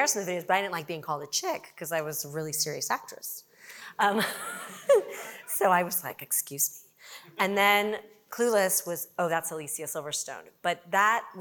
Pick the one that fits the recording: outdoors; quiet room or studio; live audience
live audience